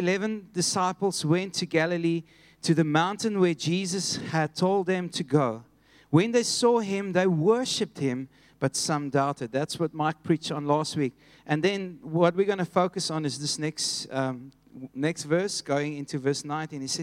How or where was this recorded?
large echoing room